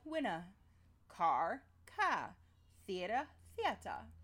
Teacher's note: First, it is non-rhotic, meaning that you drop the R at the end of words. So winner would sound like winna, car, ka, theater, theater.